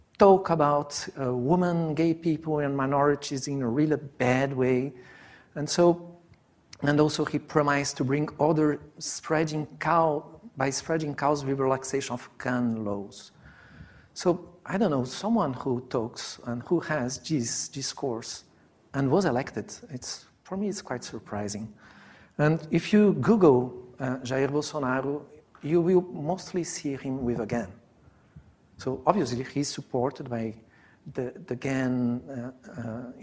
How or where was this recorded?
live audience